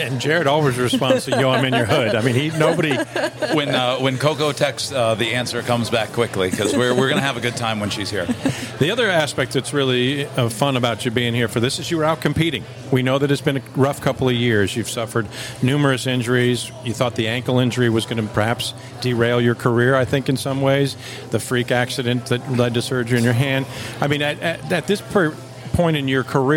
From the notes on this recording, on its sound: After the Waikiki 株塾 Cup, a three-day tennis event held in Waikiki, Hawaii. This interview was recorded in the lobby of the Outrigger Reef.